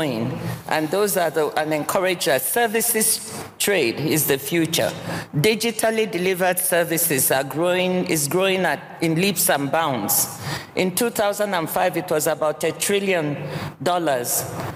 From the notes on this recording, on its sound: This is the full audio of the session at the World Economic Forum's Annual Meeting 2023. Davos 2023. This is the full audio of the session at the World Economic Forum's Annual Meeting 2023.